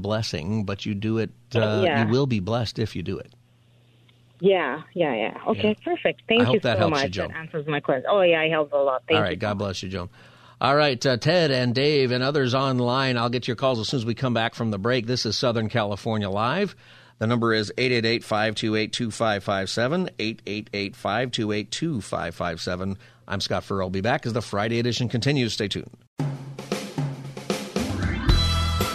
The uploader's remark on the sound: Open Phone Friday